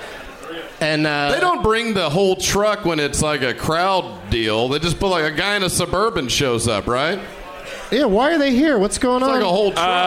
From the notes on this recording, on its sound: Live from the Highball during Fantastic Fest in Austin, TX